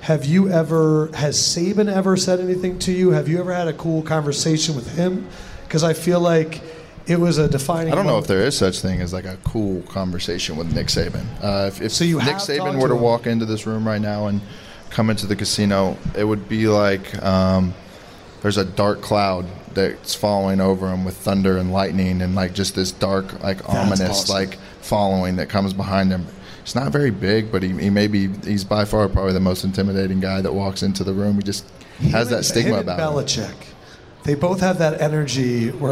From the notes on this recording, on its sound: The show was recorded LIVE inside the Caesar's sports book in Las Vegas.